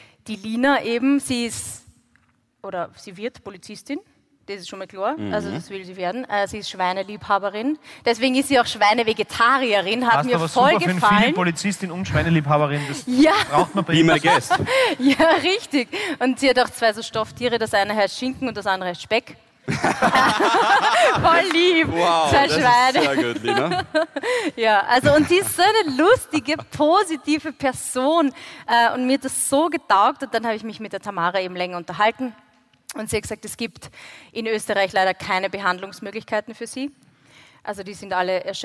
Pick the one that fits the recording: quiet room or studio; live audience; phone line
live audience